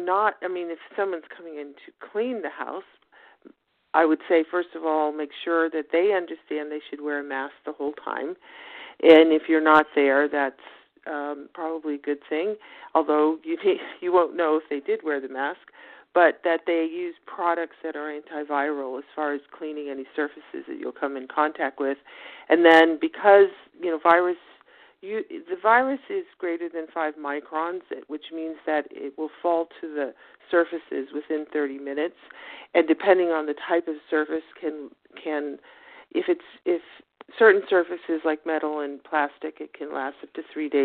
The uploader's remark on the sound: Telephone Town Hall